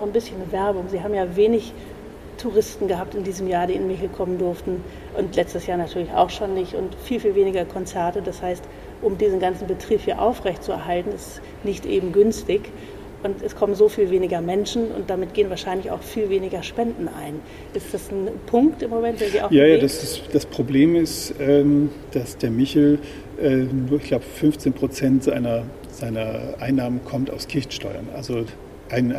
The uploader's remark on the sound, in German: Diese Folge haben wir live aufgenommen in der Hauptkirche St. Michaelis, besser bekannt als der Hamburger Michel. Er lässt uns live hören, was die 5 Michel-Orgeln alles so drauf haben.